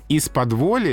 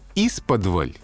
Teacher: конечный безударный «и» просто пропал · Shown in: second take · Видите, был гласный на конце «из-под воли», а он утратился.